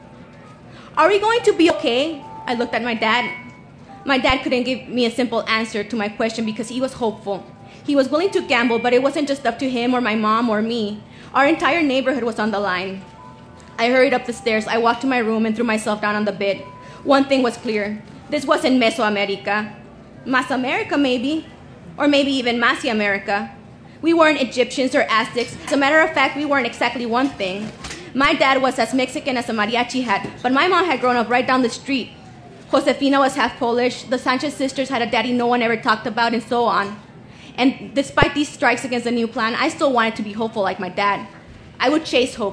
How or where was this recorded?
busy venue